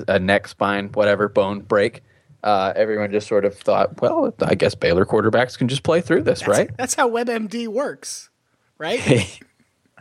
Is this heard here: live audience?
no